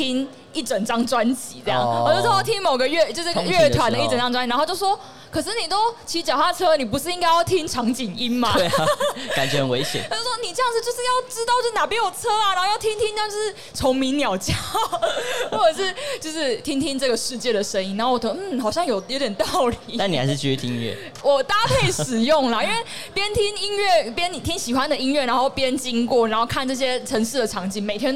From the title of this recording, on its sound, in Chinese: 2022 Taipei Cycle台北國際自行車展-Live Podcast